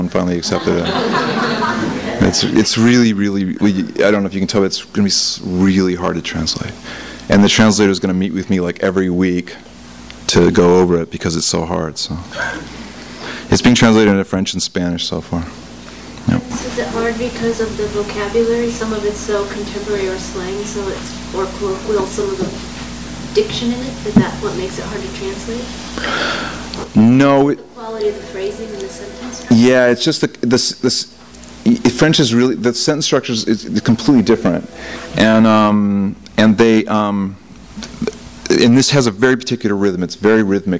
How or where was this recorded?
live audience